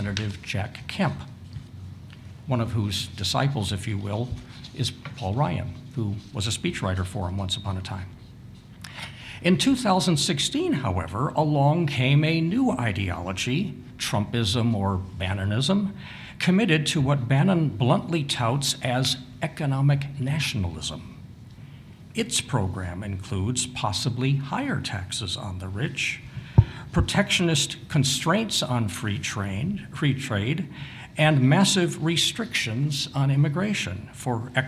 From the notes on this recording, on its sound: The first part of the conference, hosted by The New Criterion and the Social Affairs Unit